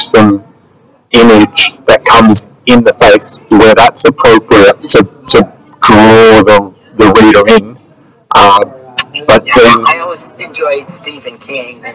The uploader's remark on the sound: During the recording, there were significant audio issues that affected the quality of the interview. The production team has put in their best efforts to provide you with the best possible version of the interview.